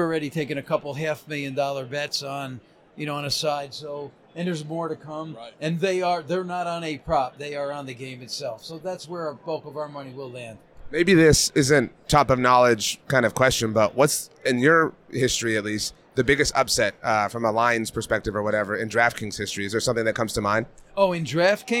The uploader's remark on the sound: Super Bowl 58 Radio Row Special